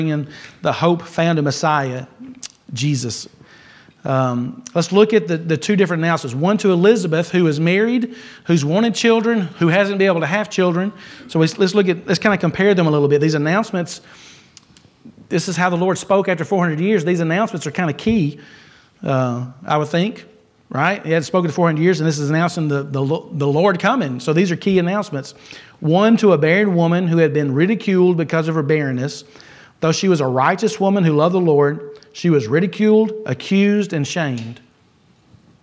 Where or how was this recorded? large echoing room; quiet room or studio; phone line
large echoing room